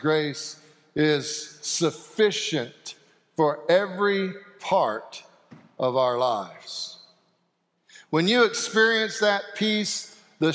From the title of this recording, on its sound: Sanctuary Service